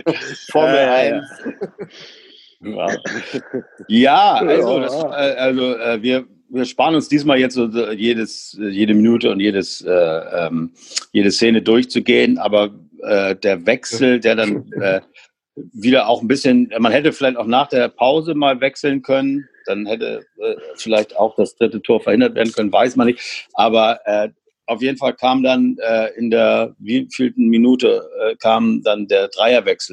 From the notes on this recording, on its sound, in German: Aus Gründen ist diese Folge wieder mit Zoom aufgenommen und weil wir die Zeitbegrenzung von 45 Minuten verpennt haben, gibt es auch nur ne halbe Abmoderation.